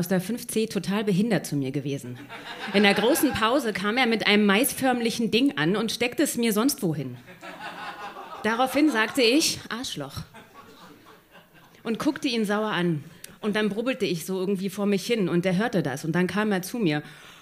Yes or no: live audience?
yes